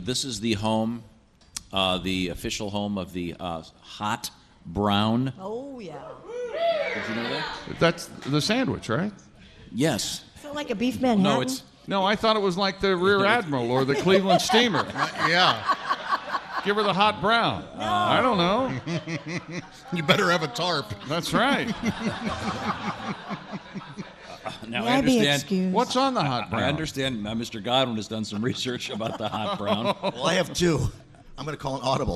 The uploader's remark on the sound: live from the Bourbon museum in Louisville